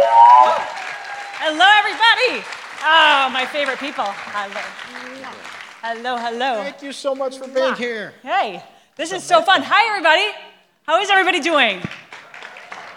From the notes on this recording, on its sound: In front of a sold-out crowd in Los Angeles!